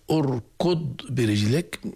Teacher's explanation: بساطة الأمر سهل إن بدأنا أركض برجلك نبدأ بهمزة واصل مضمومة ما نقلقل الضاد أبدا لا في أركض ولا عند الوقف على والأرض